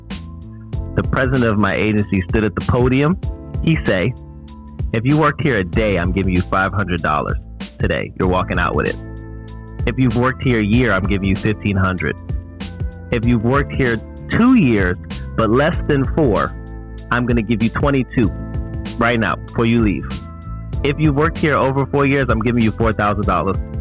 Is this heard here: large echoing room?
no